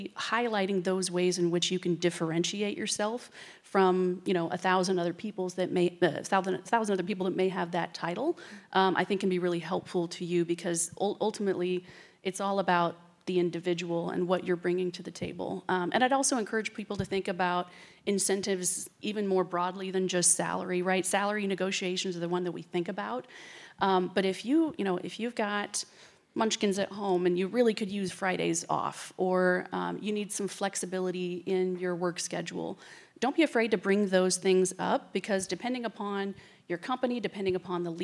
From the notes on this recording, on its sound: Highlights of the career advancement panel from the recent Ignite ICT Women's Conference.